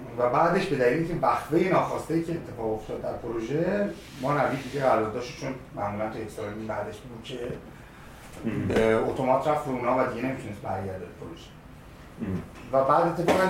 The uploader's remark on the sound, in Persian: عذر خواهی میکنم به خاطر مشکل فنی در ضبط صدا که باعث پایین اومدن کیفیت این اپیزود شد